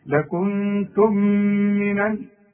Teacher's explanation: الإخفاء، يبقى هنا لازم حرفين، لكنتم عند الميم برضو، لكنتم أي الكلمة بتنتهي بميم، والكلمة الأخرى التي تليها بتبدأ بميم، يبقى بيحصل إدغام بغنة